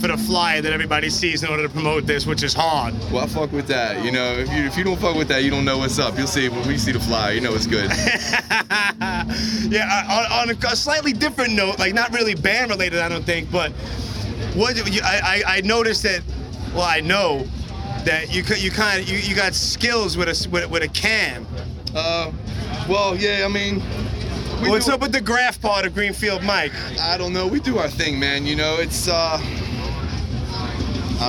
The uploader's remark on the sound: Live from This Is Hardcore 2019